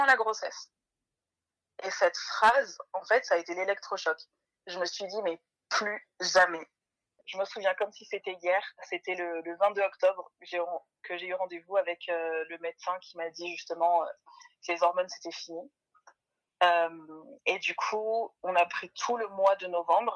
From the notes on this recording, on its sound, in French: Nous avons eu un petit problème d'enregistrement (oups) donc la qualité audio n'est pas la meilleure sur cet épisode